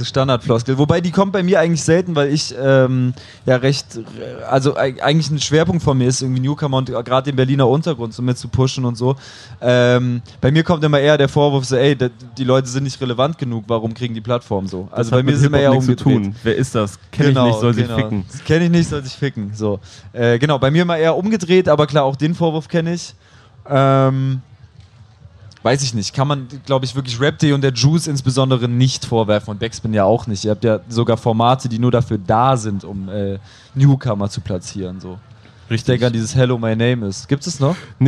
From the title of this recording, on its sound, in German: live vom Splash Festival